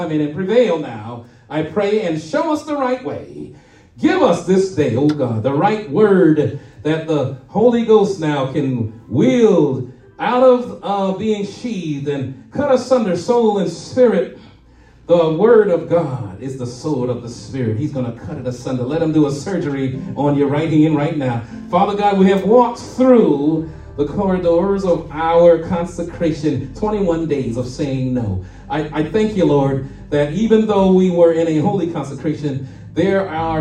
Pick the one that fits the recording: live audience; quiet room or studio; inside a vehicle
live audience